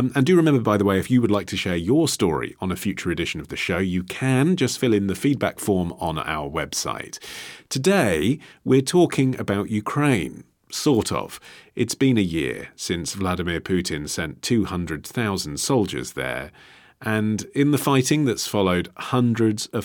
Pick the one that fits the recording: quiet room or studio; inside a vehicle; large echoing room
quiet room or studio